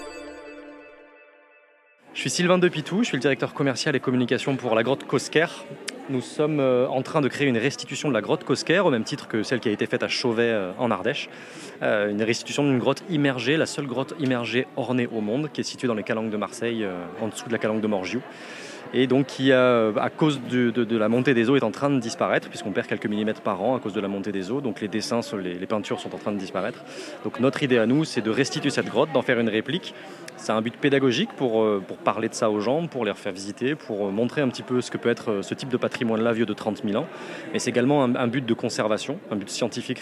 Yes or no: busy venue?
yes